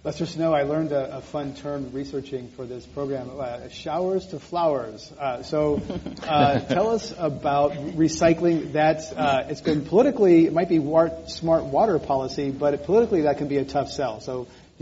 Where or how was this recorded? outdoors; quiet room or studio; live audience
live audience